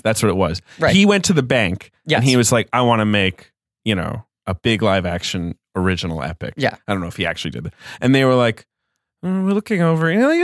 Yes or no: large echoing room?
no